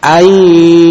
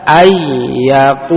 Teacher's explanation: posisi hidung kita bergetar karena ada dengungan · Shown in: first take